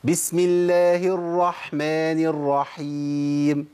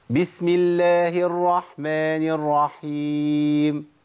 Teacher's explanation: سمع صوت الحاء، ودي اسمها بحة الحاء البحبحة · Shown in: first take